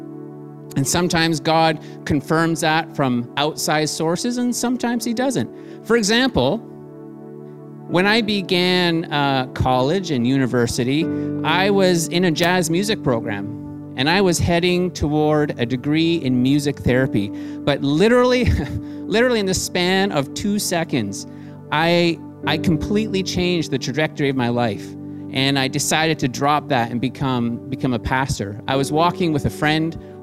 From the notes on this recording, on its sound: Streamed on July 19, 2020 at THRIVE Church Vancouver, Canada